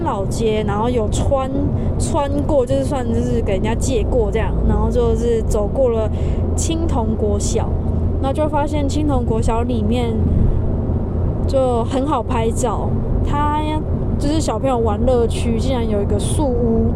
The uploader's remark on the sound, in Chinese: 本集全程於車上錄音，會明顯感受好像在高速公路上喔